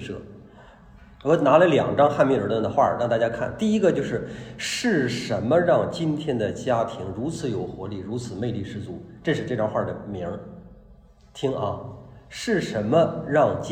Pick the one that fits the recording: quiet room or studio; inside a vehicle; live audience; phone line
live audience